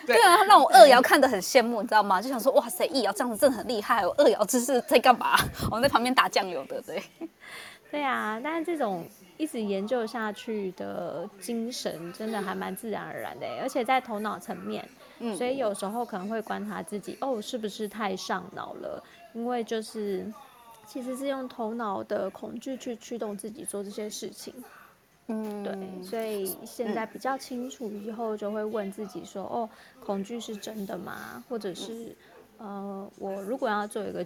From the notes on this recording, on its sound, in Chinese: 此音檔是由club house直播中錄製的。故音質無法與專業麥克風及錄音室錄製比較。